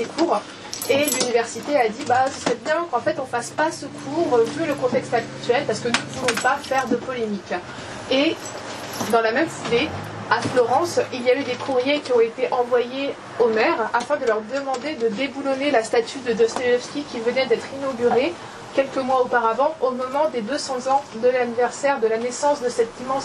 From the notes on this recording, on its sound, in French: Enregistré à La Nouvelle Librairie le 7 septembre 2023.